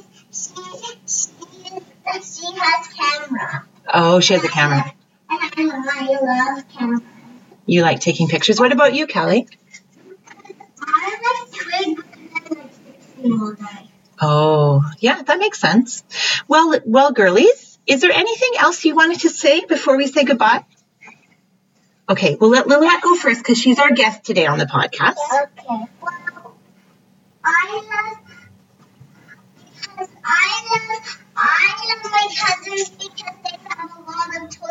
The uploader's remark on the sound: sound quality on this episode is a bit iffy as we are still learning about mic set up and editing